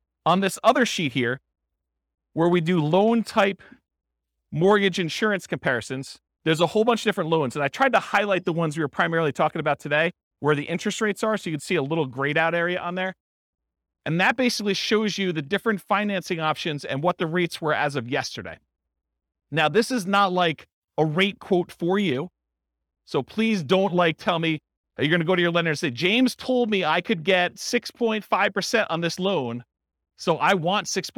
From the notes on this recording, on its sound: This was a live class recorded